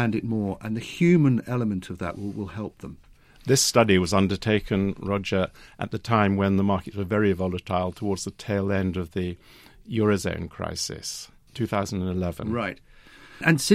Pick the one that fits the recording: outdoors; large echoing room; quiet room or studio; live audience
quiet room or studio